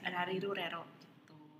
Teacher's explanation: Jadi itu sebenarnya pengucapannya itu antara L dan R gitu. Karena setelah gue tanya, itu bukan R kita juga gitu.